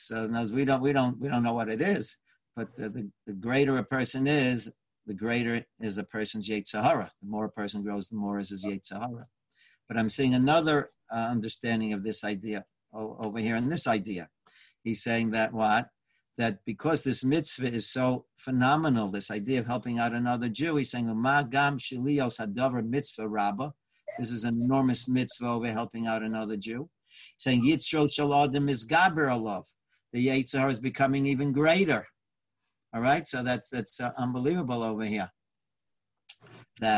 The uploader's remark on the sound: Live On Zoom